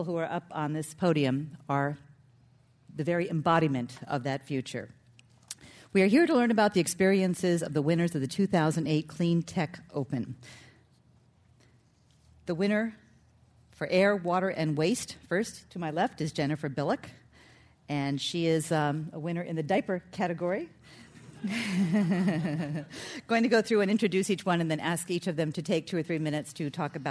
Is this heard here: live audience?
yes